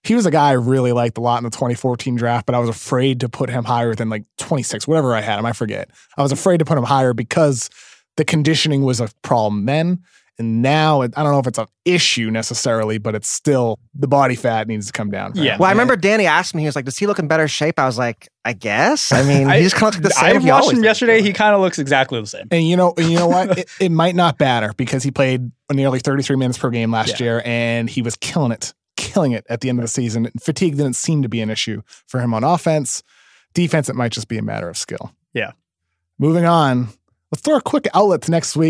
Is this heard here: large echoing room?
no